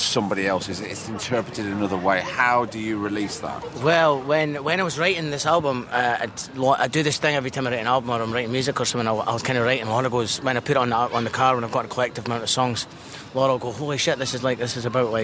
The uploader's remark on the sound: He’s been up in Edinburgh for festival season and luckily for TSP listeners, he took his tape recorder.